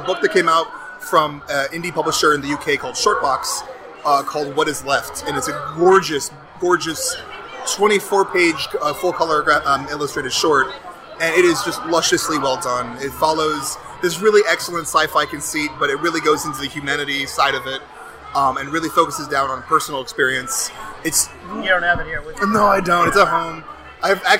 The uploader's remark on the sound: record LIVE from the first-ever Boston Kids Comics Fest, held April 28, 2018, in Boston's Jamaica Plain neighborhood.